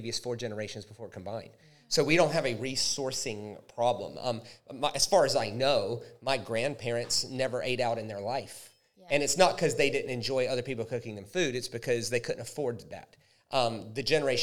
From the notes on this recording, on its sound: A very special LIVE recorded episode